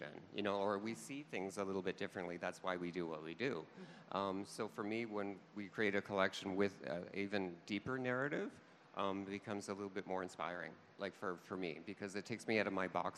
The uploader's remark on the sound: LIVE at Toronto Fashion Week.